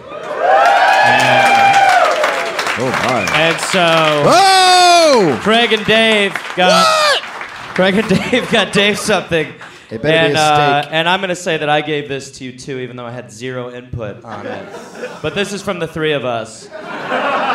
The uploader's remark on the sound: Live in Australia. Live in Canberra, Australia.